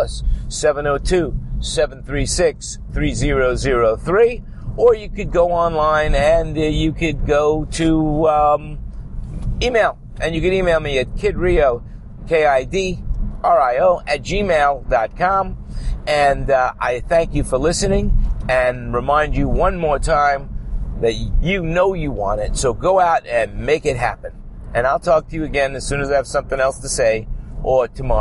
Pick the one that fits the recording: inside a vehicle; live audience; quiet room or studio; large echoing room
inside a vehicle